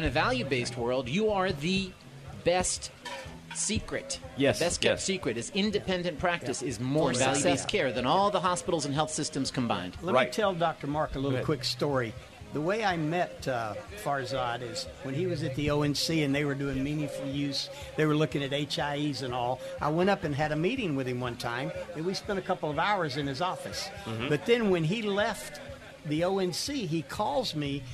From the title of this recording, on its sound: LIVE SPECIAL edition from the Florida Association of Accountable Care event